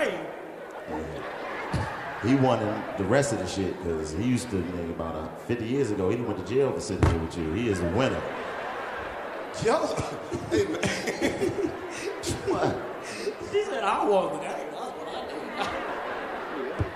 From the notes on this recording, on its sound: The coldest podcast heats up Kansas City with a classic hilarious comedy show recorded live at the Arvest bank theatre in Kansas City Missouri! The 85 south show continues the sold- out foolishness.